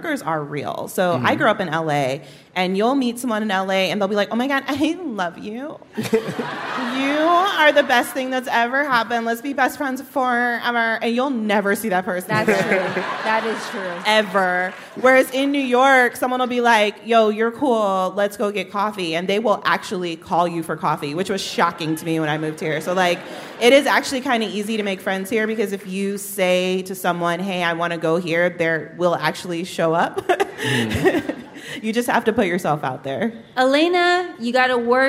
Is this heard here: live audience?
yes